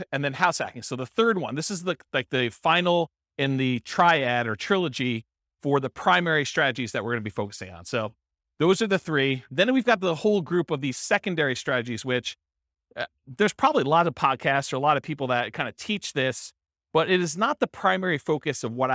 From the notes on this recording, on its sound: This was a live class recorded